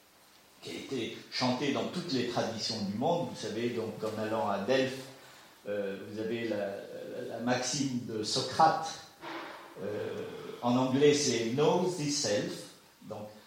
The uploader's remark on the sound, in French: Désolé pour la qualité de l’enregistrement, nous avons fait de notre mieux.